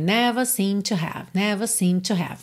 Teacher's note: a gente não escuta seemed no passado, porque já junta com to